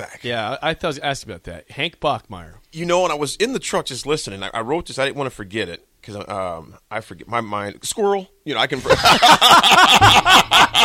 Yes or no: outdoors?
no